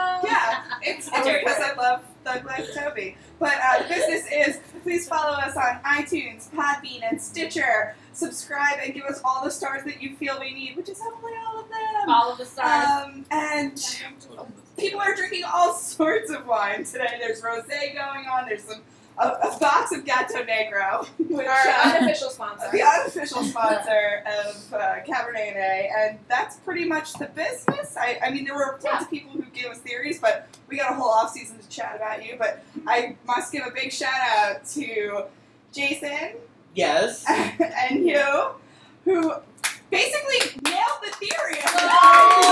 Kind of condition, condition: fault, background noise